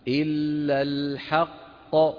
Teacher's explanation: هنا التقى عند الوقف قافان، القاف الأولى ساكنة أصالة والقاف الثانية سكنت للوقف، والقاف الأولى مدغمة في الثانية، فنأتي بالقاف الأولى ثم نقلقل الثانية هكذا، إلا الحق، تمام.